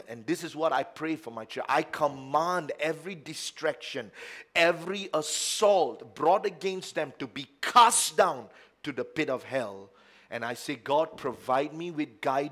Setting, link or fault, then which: setting, large echoing room